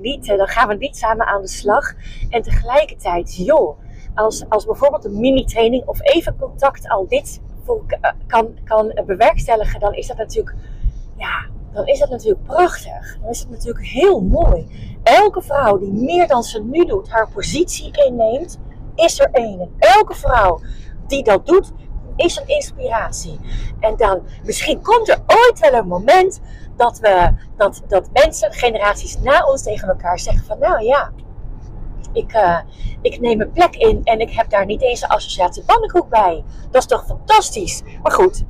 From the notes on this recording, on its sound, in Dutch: Excuses voor de achtergrondgeluiden!